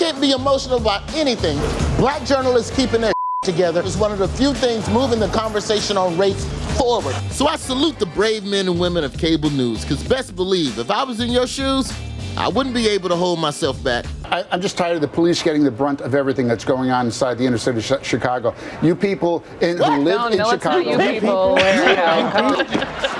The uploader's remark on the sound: Beyond the Scenes LIVE at SXSW. In this live edition of Beyond the Scenes from South By Southwest in Austin, Texas.